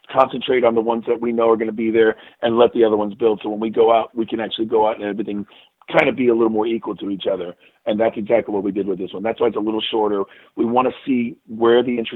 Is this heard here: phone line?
yes